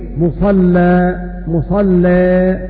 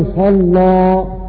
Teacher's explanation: فالتقليل معه الترقيق، مصلى مصلى، وأما الفتح معه التغليظ